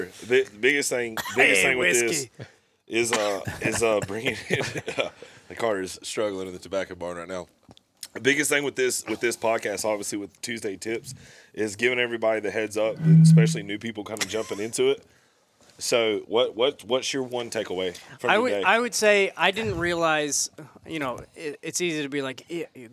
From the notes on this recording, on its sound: This episode was recorded at the first ever HLE Team Rendezvous from inside a 150 year old tobacco barn and needless to say, the setting of this Tuesday Tip was pretty sweet.